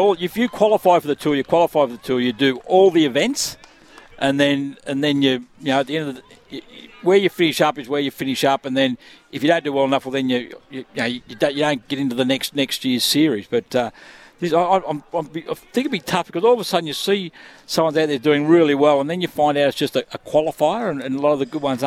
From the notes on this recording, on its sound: Live from Tuggerah at the soccer 5's. A special guest or 2 live on site.